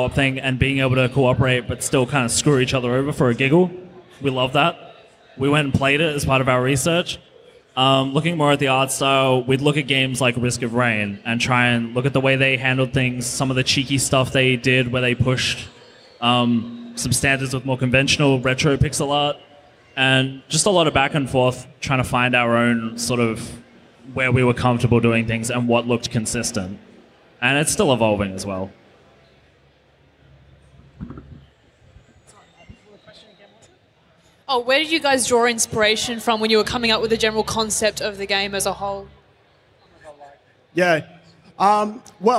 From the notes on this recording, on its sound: Live at Perth Games Festival 2017. We're back for another live episode at Perth Games Festival. From our home state of Western Australia.